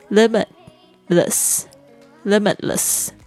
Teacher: 你会发现这个 t 的声音呢变成只有顶住发音的位置而没有爆发出来